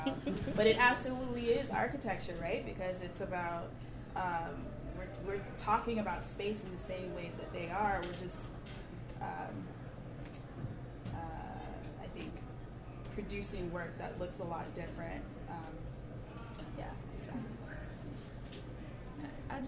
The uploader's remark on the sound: Recording of the May 4, 2016 launch of the fifth issue of The Funambulist Magazine 5 (May-June 2016).